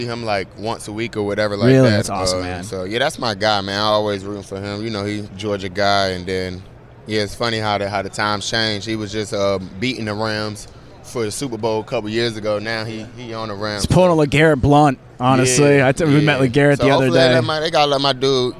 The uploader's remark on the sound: Live from the Super Bowl Radio-Row